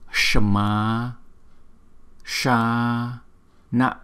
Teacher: Cái chữ S có dấu sắc chúng ta phải đọc cong lưỡi.